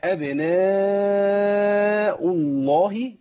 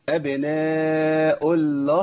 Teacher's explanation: اللام مفخمة مغلظة لأن قبلها مضموم · Shown in: first take